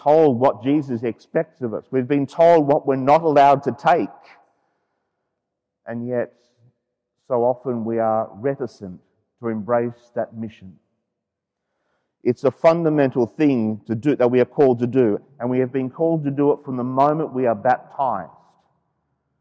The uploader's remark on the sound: The homily for the 15h Sunday in Ordinary Time, Year B, from Sacred Heart Cathedral, Hamilton.